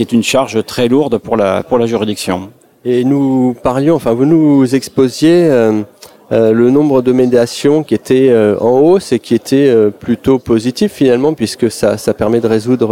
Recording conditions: busy venue